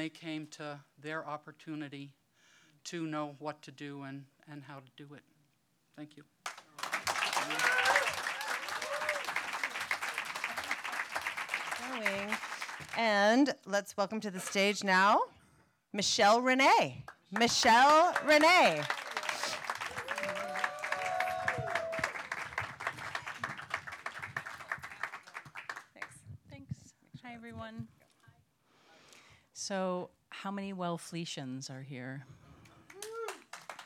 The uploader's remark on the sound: These stories were recorded in front of a live audience on October 20th, 2018 as part if the annual Day of the Dead Festival at Pilgrim House in Provincetown, Massachusetts.